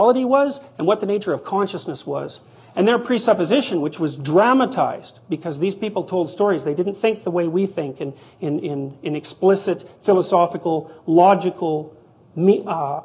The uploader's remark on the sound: This public lecture, recorded by TVO